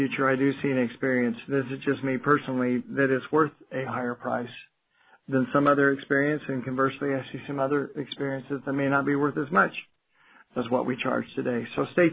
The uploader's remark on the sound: Q3 2020 Earnings Conference Call